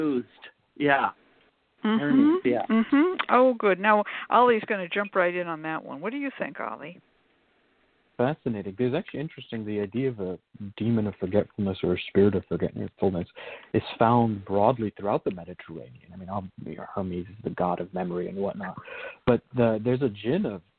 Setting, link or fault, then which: link, phone line